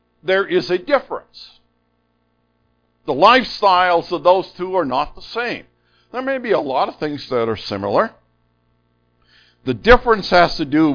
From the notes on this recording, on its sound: Unfortunately most of the sermon is lost due to microphone issues.